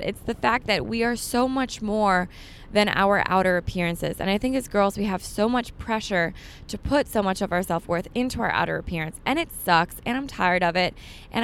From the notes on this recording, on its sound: Me just talking in the car today.